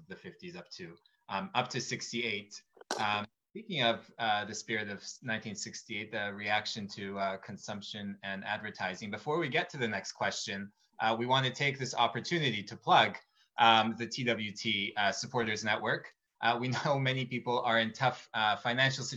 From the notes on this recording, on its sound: Recording of TWT and Verso's webinar